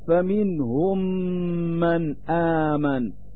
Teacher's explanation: الحكم الأول هو الإدغام، يسمى هذا الإدغام الإدغام الشفوية أو المثلين، وهو أنه إذا جاء بعد الميم الأول ميم فإن الميم الأول يحذف للتخفيف، وذلك مثل فمنهم من آمن، فالميم الأول من كلمة فمنهم يحذف ويبقى الميم الثاني مثقلا مع إظهار الغنة للدلالة على أن اللسان يرتفع إلى مخرج الميمين دفعة واحدة فيطرق المخرج طرقا واحدا مع الضغط فيظهر لفظ الميم ثقيلا.